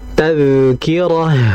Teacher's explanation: Perhatikan pemirsa, ada dzal mati di situ. Dzal ini dihukumi dengan sifat yang disebut dengan rikhawah, mengalir. Maka dibaca tadhkirah, bukan tad, atau mungkin tadhkirah ditahan.